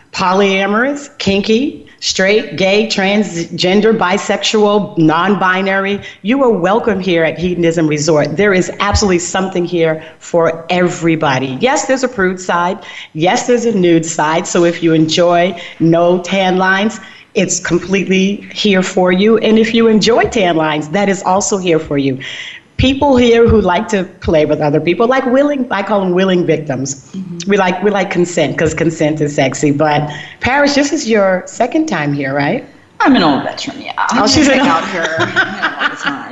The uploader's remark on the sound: Broadcast Live from Hedonism Resort, Negril, Jamaica. Bring you all of the fun happenings at Hedonism Resort this week as they celebrate their 38th Anniversary with a lavish Gala.